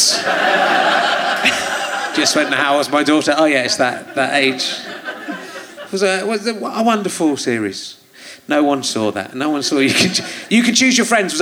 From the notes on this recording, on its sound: Leicester Square Theatre Podcast. Especially when her 15 year-old son is in the audience.